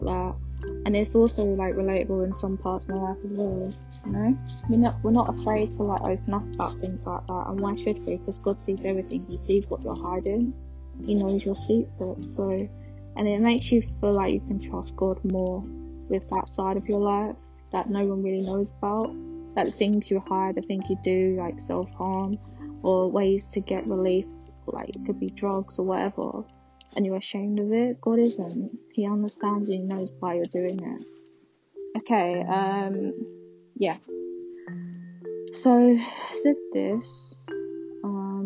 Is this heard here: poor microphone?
yes